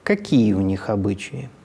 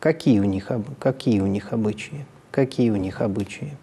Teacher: Интонационная конструкция номер 2 и К2. На гласном центре движение тона ровное или нисходящее. При этом усилено словесное ударение. · Shown in: first take